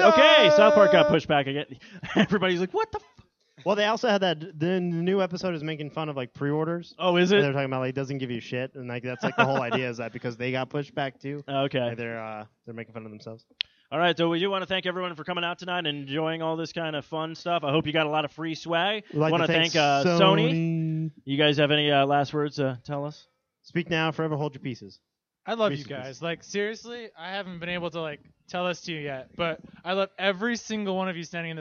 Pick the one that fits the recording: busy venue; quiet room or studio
busy venue